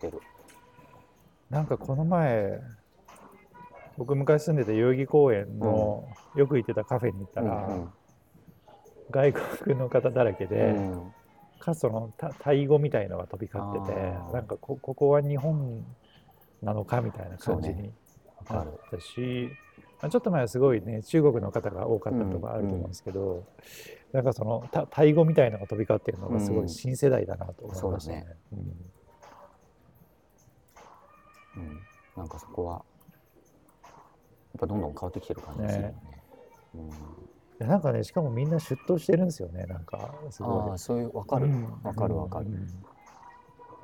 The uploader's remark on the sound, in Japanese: TRUNK（LOUNGE）にて、ワイヤレスマイクのAnkerWork M650を使って雑談を収録してみました。